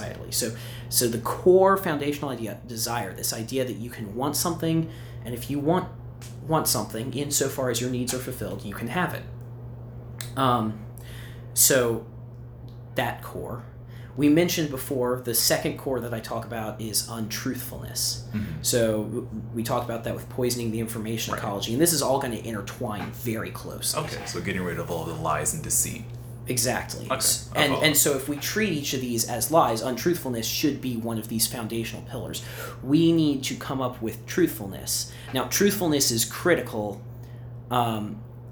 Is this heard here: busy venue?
no